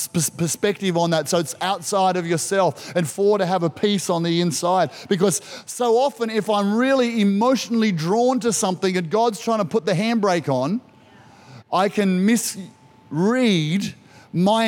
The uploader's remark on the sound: This was recorded in our 9am service on the 31st of October, 2021